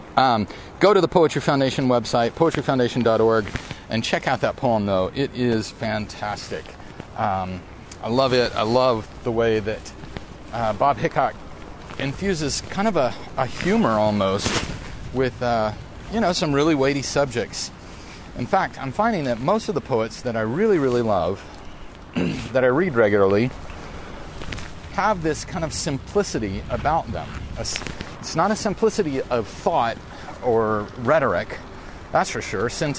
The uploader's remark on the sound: riding a bicycle in the rain